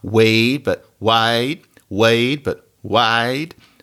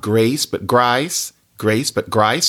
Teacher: in Southern American English, you might have A pronounced more like I